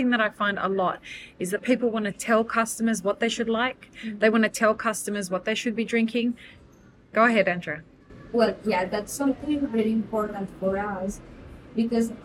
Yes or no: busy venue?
yes